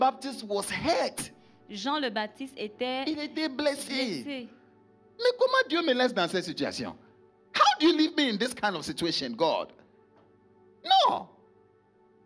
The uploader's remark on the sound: Preached during Joyful Hour Sunday Service